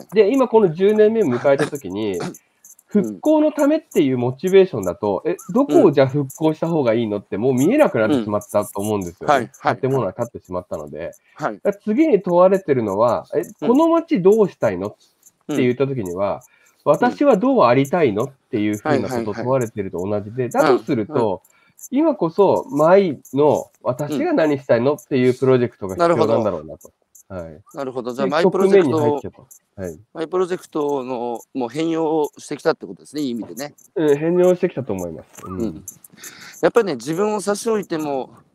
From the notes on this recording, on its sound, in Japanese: 歩きながら1時間、対談する